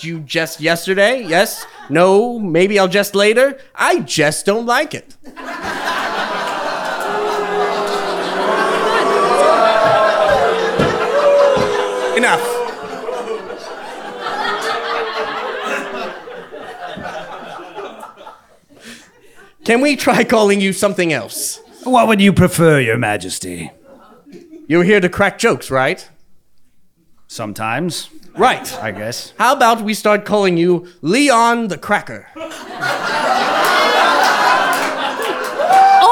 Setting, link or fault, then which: setting, live audience